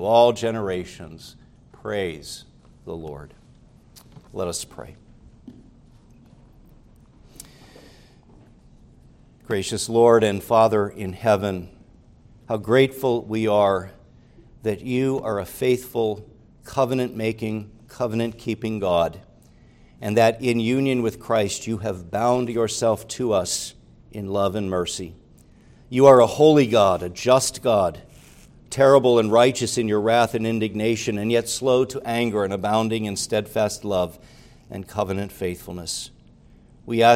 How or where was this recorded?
large echoing room